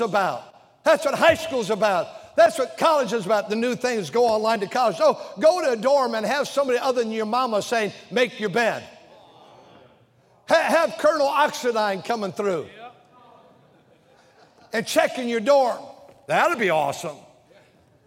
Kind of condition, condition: setting, large echoing room